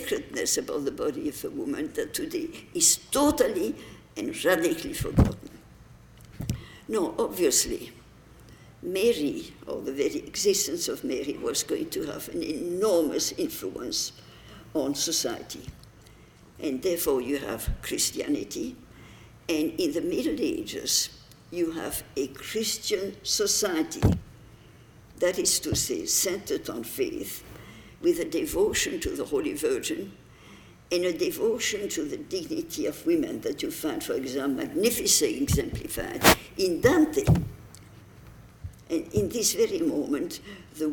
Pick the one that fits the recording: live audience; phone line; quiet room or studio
live audience